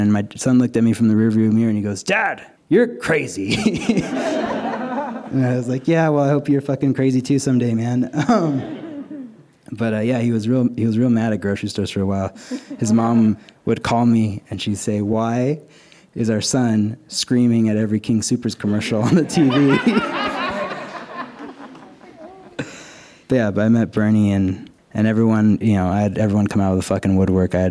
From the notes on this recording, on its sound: This story was recorded live at Buntport Theater.